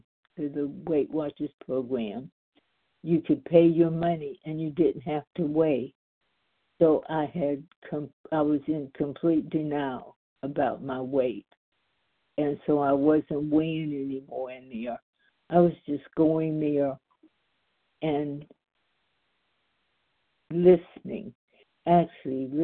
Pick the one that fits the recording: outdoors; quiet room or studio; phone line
phone line